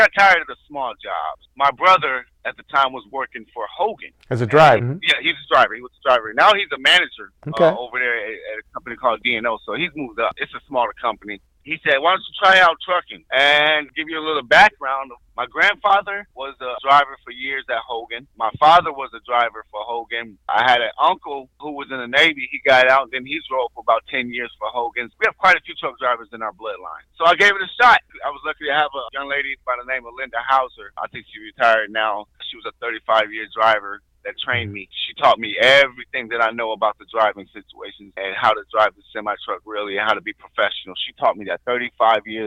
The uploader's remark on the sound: phone call